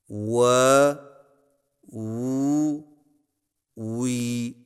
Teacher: واو دونوں ہونٹوں کے بالکل گول ہونے سے ادا ہوتا ہے